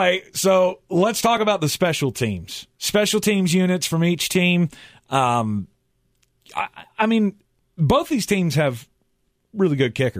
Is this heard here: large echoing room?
no